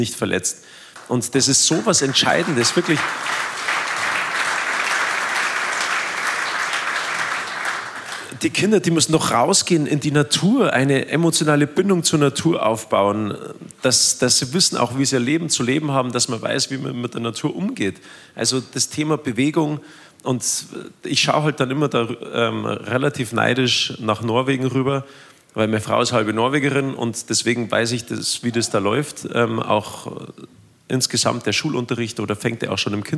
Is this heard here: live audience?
yes